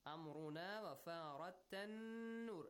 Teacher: Extend the sound of noon for 2 counts.